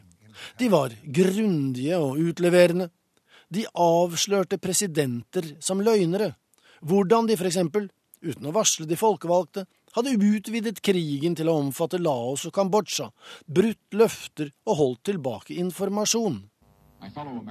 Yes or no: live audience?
no